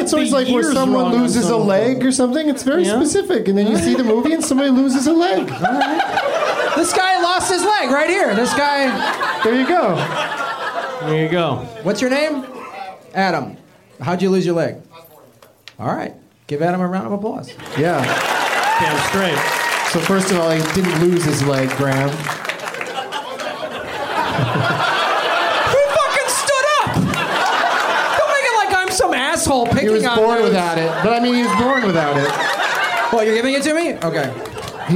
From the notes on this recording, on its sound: Live from the Orlando Improv